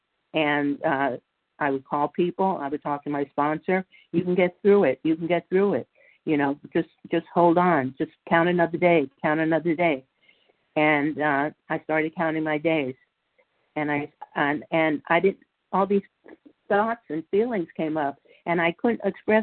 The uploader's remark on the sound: 100 Pounders Phone Meeting.